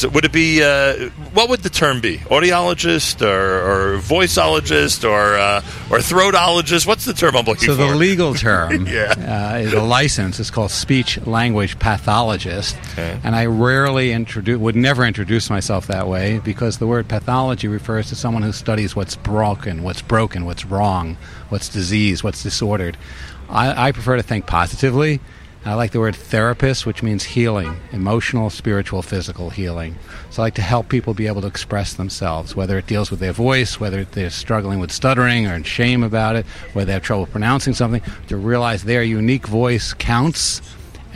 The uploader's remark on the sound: Live from The Pizza Block in Riverdale, NY